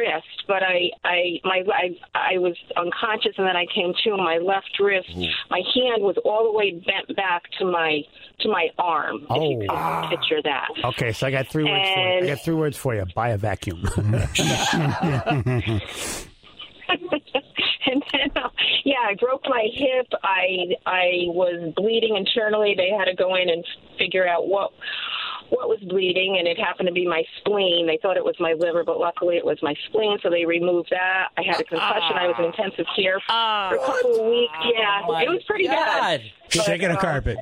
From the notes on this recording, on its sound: Was on the phone to help the Tribe with their last-second tax questions.